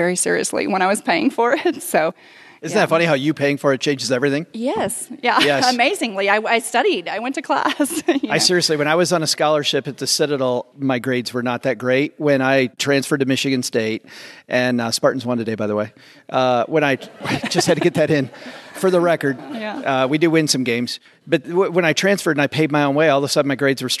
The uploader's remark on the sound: We went campin'. Dug up some inspiring and amazing money stories from fellow campers. We are live today from Camp FI (financial independence).